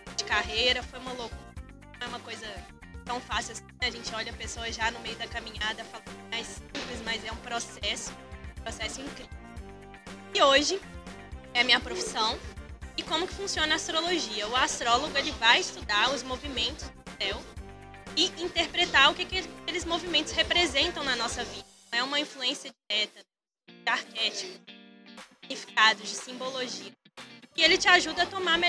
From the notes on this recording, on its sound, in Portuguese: Acredita que esse podcast foi gravado na OOP café no meio da caçada com todo mundo passando!